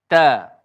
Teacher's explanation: Walaupun selepas huruf ta itu ada huruf ra yang tebal mati. Ta itu tetap dikekalkan nipis. Tidak ada dalam keadaan huruf ta itu tebal. · Term: tarqiq yang nipis